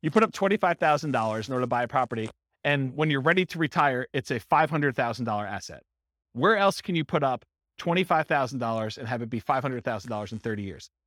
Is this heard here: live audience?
yes